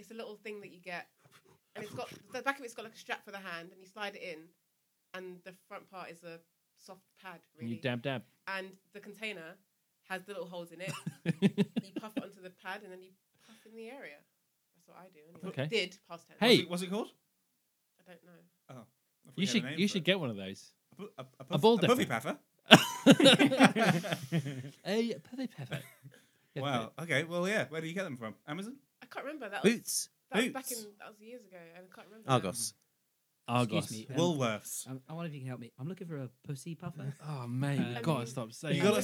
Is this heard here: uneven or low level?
yes